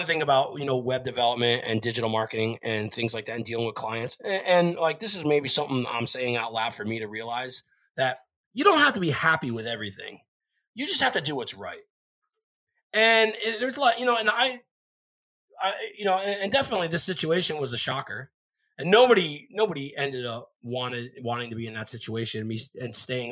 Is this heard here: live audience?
no